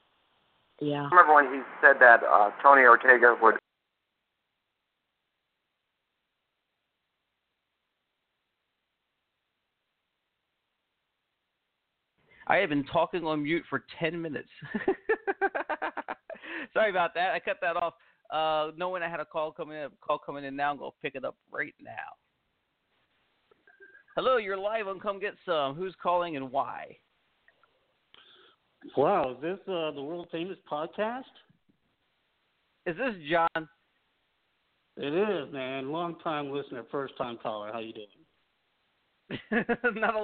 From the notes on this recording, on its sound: goes live with open phone lines